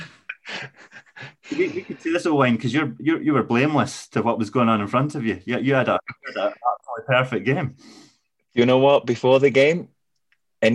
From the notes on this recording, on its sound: As usual our chat was conducted through the socially-distanced means of Zoom